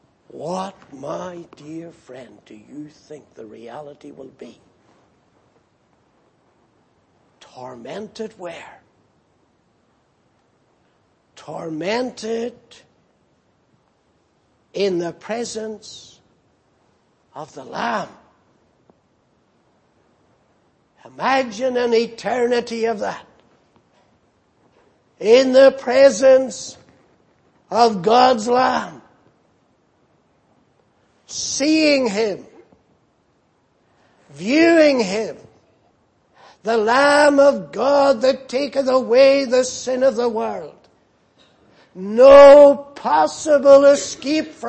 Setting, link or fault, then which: setting, large echoing room